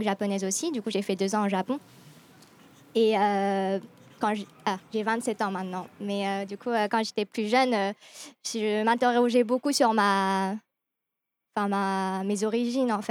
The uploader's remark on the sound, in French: Réalisé dans le cadre du festival 2021 des Dialogues en humanité, "La voix aux jeunes", l'équipe de Bubble Art. S'est rendu au Parc de la tête d'or à Lyon pour rencontrer des jeunes.